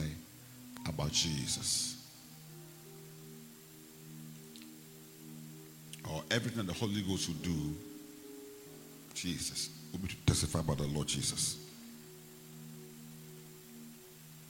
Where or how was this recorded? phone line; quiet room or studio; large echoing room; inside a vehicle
large echoing room